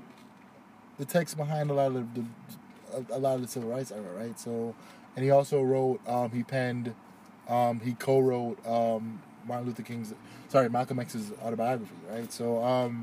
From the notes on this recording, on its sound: Fun things that happened while recording: A young woman ran up to the car and started dancing and we may or may not have heard gunshots in the background.